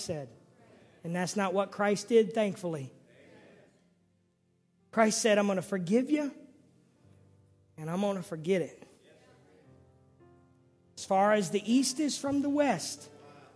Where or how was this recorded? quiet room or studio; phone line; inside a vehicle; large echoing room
large echoing room